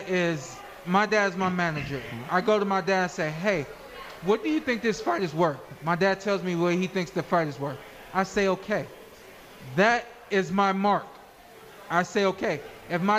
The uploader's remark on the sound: Live From The Cosmopolitan